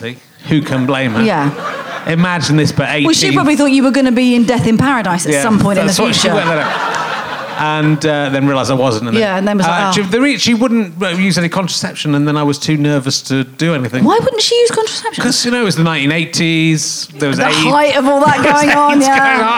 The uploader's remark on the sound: Leicester Square Theatre Podcast. He meets some men who work in IT in his audience.